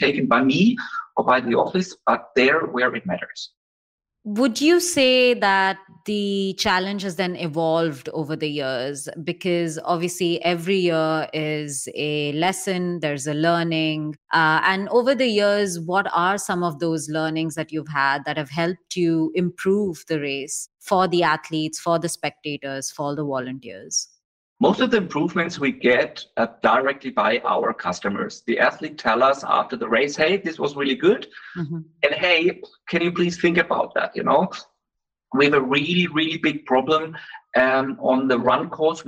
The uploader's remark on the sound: I’d like to apologise for the audio quality of this episode as we faced some technical issues when connecting with him virtually for the interview.